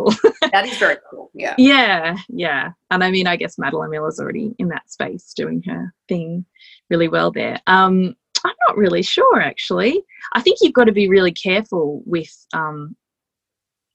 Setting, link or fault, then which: link, video call